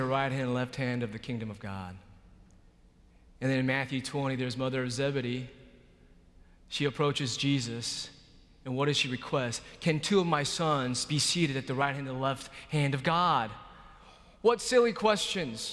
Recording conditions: large echoing room